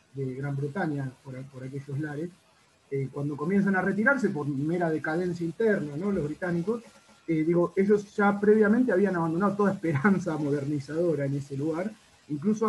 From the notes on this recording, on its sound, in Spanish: Estamos trabajando en mejorar el audio pero dada la premura de las circunstancias, decidimos subirlo así, en crudo, punky, cloaquero, artesanal.